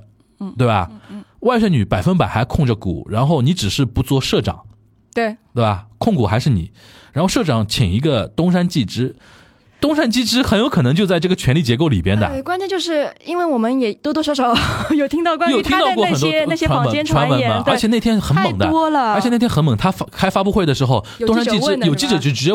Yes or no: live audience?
no